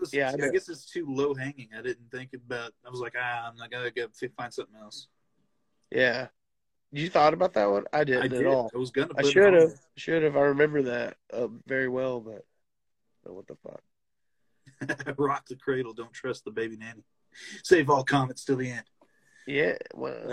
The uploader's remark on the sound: Live New Year’s Eve special. The audio for this episode is a little lower quality than we’d like.